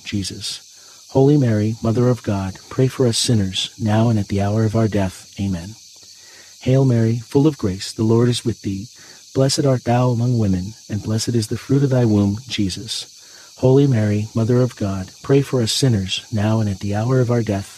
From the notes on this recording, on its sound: Get closer to nature and enjoy the soothing outdoor sounds of cicadas singing on a warm summer night alongside this Wednesday rosary.